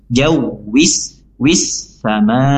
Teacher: al di sini dileburkan dimasukkan ke sin langsung · Term: alif lam syamsiah